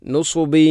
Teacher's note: ബ എന്ന അക്ഷരത്തിൽ കസ്റു തൻവീൻ, തൻവീന് ശേഷം യ വന്നാൽ ഇത് ഗാം നാഖിസ് എന്ന നിയമമാണ്. അവിടെ തൻവീനിനെ യയിലേക്ക് കൂട്ടി ലയിപ്പിച്ചുകൊണ്ട് ശദ്ദില്ലാത്ത രൂപത്തിൽ ഉന്നത്തോടുകൂടി ഓതണം